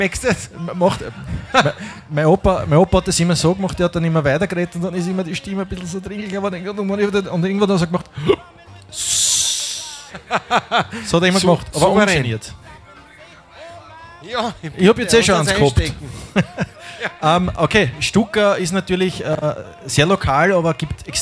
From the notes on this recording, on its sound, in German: Ihren ersten Geburtstag feiern Fremden Planeten im Pub, mit Freundinnen und Freunden, Edelfans und einer extralangen Spezial-Episode! Live vor Publikum gibt's diverse Erkenntnisse und Bekenntnisse und einige Überraschungen.